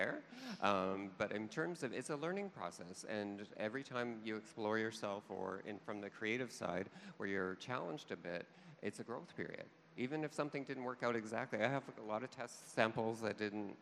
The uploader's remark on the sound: LIVE at Toronto Fashion Week